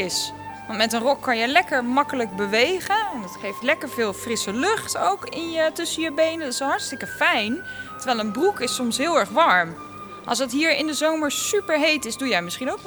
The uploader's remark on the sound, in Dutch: Zijn we live aanwezig in het Rijksmuseum van Oudheden in Leiden, ter ere van het Weekend van de Wetenschap. Midden in de museumzaal. Samen met een heleboel nieuwsgierige kinderen.